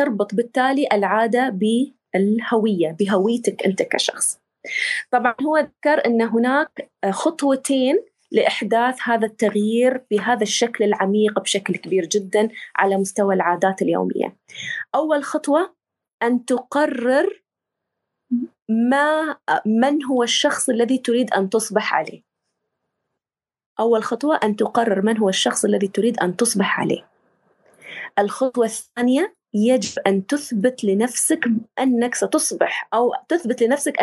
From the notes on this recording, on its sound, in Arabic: تسجيل لمساحة ابن رشد الأسبوعية على منصة تويتر.